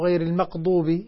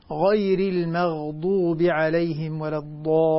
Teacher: ولاحظ يا أخواني أرجو أن ننتبه لغير المغضوب. الغين ليست شديدة، الغين حرف رخو · Shown in: second take